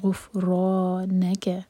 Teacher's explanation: را پر فتحہ تو را ہیوی اور دو حرکہ لمبا